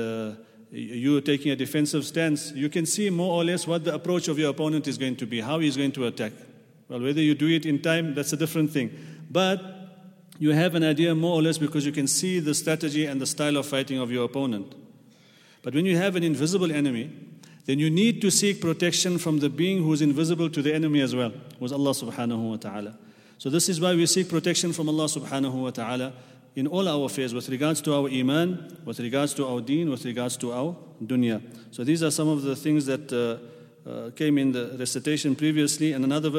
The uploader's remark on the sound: At the Houghton Masjid (West Street).